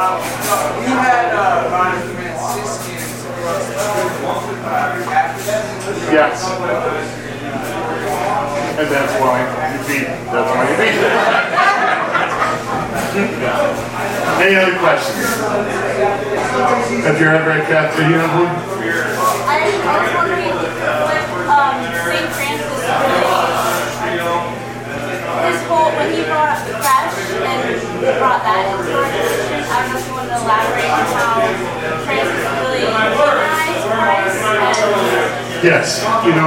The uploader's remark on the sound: Arlington TOT is held on the 2nd Monday of each month at O'Sullivan's Irish Pub located at 3207 Washington Blvd., in Arlington, VA, across from St.